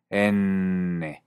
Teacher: se le conoce como una consonante laminal alveolar, porque se hace con el cuerpo de la lengua contra los alveolos.